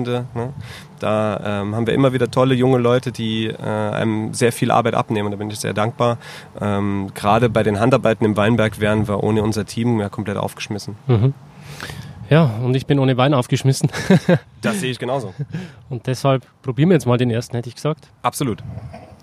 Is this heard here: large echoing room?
no